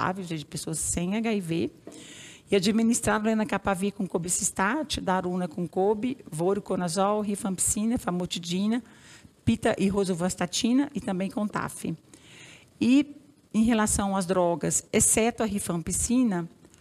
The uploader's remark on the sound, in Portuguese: apresentação feita no dia 27 de março de 2021, no evento ao vivo Atualizando-se Pós CROI